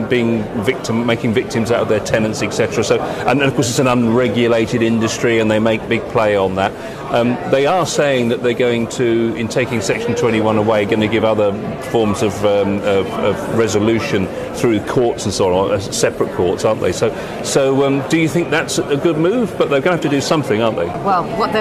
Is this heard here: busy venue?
yes